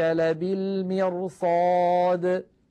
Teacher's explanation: صاد مفتوحة، والصاد كما مر معنا من حروف خص ضغط انقاذ، فالراء تتفخم تأثرا بجارتها الصاد المفخمة